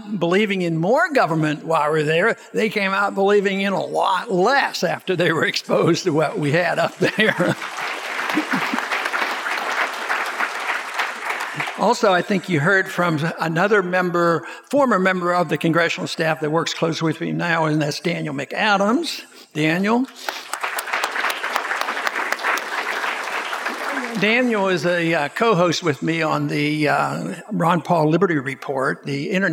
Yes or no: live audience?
yes